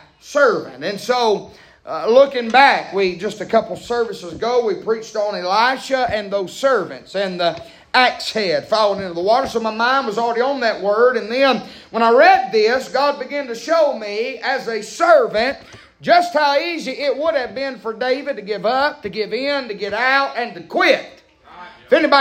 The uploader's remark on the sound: Preaching live from Still Water Baptist Church.